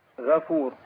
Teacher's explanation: نفخم الغين شويه لانها في اعلى المراتب هنا في المرتبه الثانيه المفتوح